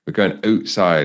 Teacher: Canadians have this ever so different sound to their vowel sound as well, so they've got that oot like a Scotsman would